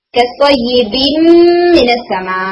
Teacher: बाज़े कात ये इदगाम गुन्ना के साथ होता है यानी नेज़ल साउंड आ रही है · अंदर भी एक नून प्रेजेंट है उसके बाद मीम आ गया, तो नून जो है अब मीम के अंदर मर्ज हो जाएगा